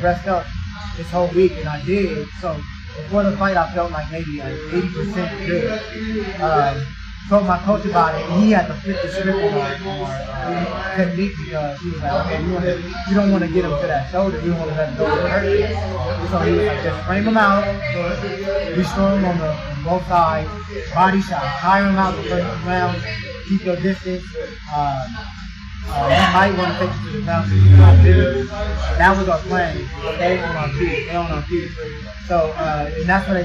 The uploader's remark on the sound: I am on location outside of Aguilar's Combat Concepts